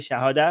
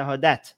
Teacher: they don't pronounce the T sound at the end · Shown in: first take